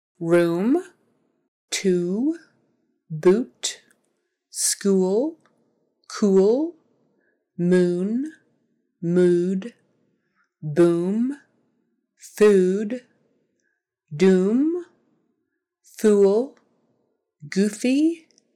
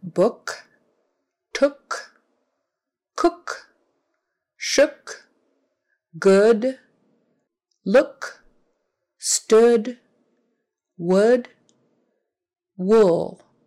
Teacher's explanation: So there's two ways to pronounce OO in American English. One is with OO, a long U sound, OO, and the other is with UH, the horseshoe U, UH.